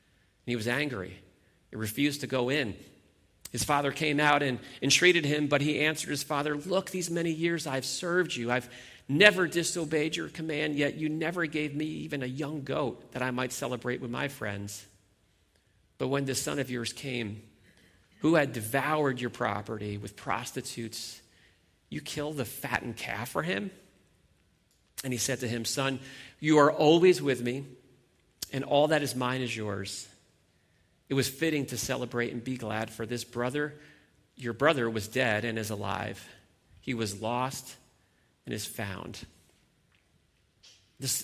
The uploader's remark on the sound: Sunday Morning Worship Gathering